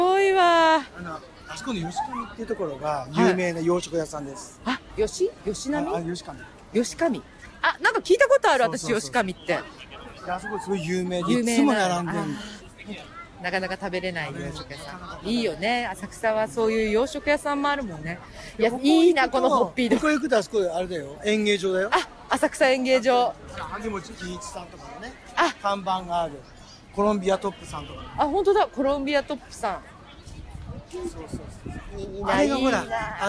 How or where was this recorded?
outdoors